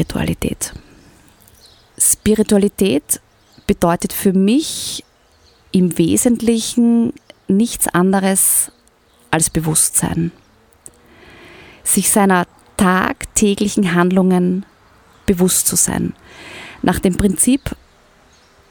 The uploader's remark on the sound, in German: Aufgenommen im Sonnenuntergang mit Blick in die Wälder und auf den Großglockner.